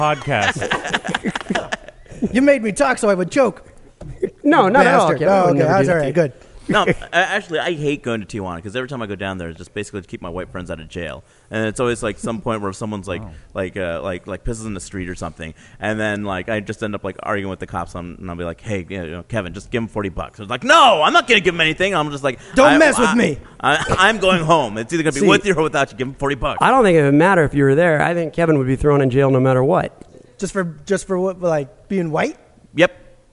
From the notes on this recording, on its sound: A special live taping at the launch party for The Comedy Podcast Network. This epsiode was taped in front of a live, theater audience in Santa Monica, California.